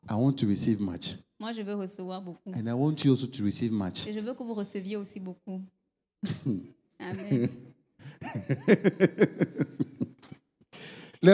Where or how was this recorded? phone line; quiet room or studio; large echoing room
large echoing room